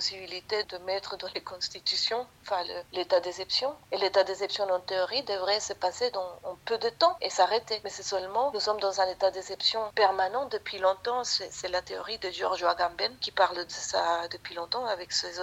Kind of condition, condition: link, phone line